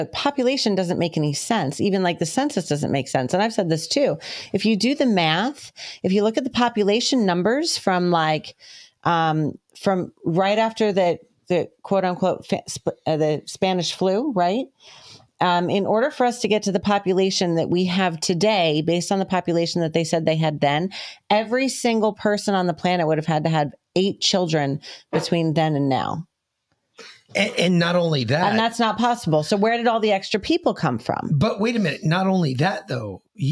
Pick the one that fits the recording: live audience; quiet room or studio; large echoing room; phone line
quiet room or studio